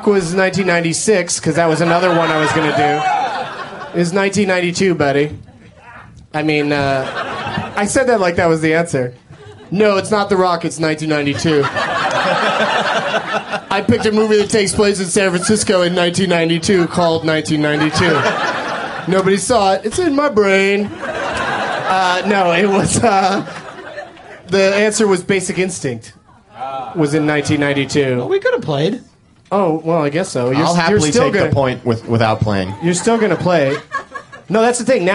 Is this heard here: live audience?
yes